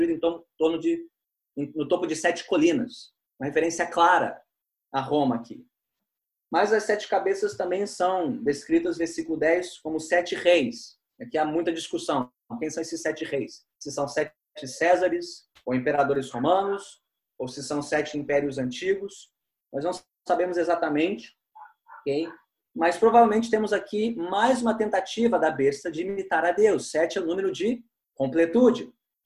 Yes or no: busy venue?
no